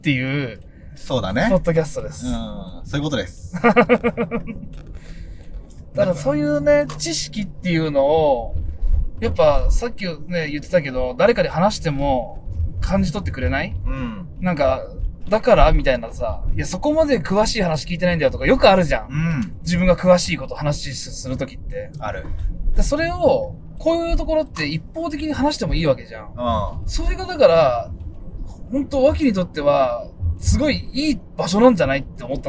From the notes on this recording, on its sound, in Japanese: 動画撮影の現場に行って興奮した帰り道に撮ったポッドキャストです。